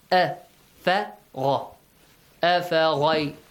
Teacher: the first two letters are light. And ghayn is heavy.